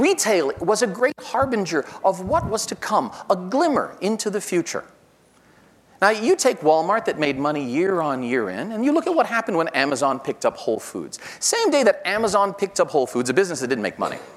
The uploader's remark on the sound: This episode features a keynote speech. Recorded live at The Northern Miner's Progressive Mine Forum held at the MaRS Discovery District in downtown Toronto in mid-October 2019.